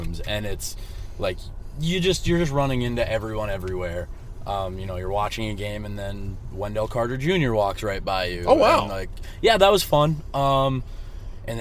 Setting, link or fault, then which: setting, inside a vehicle